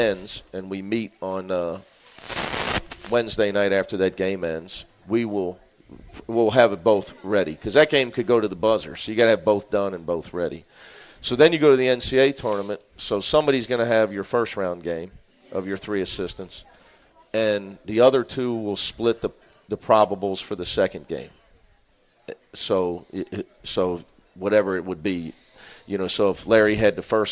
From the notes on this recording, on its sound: live from the original Montgomery Inn